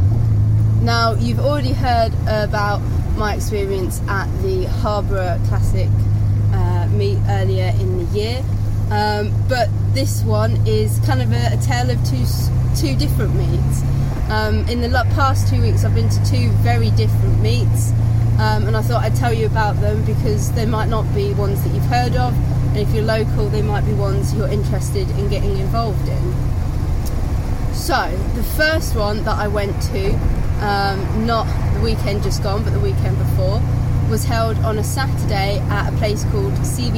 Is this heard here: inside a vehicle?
yes